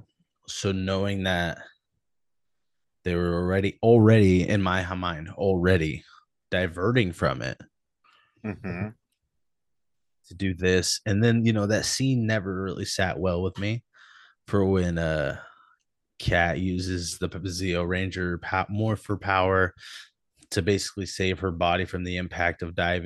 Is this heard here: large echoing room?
no